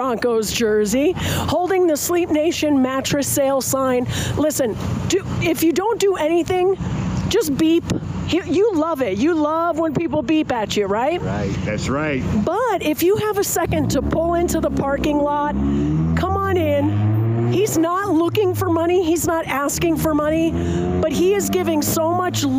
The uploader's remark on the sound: Sorry for the sound quality, this recording was done live, with traffic going